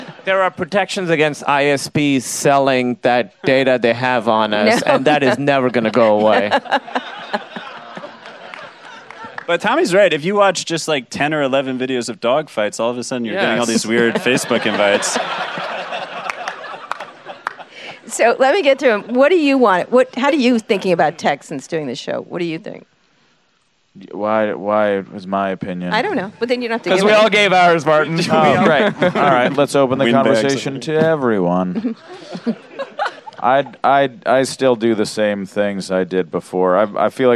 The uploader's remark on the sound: live interview, recorded in San Francisco after the premiere of the first two episodes of Season Four